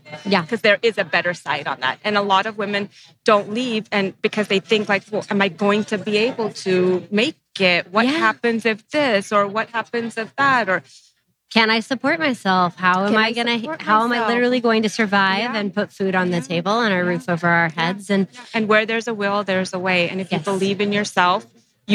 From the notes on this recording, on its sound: we're live from Anaheim, California at the Keller Williams Family Reunion